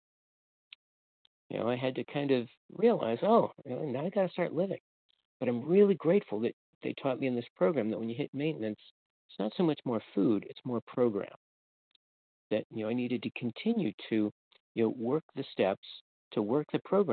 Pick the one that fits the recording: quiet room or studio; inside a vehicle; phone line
phone line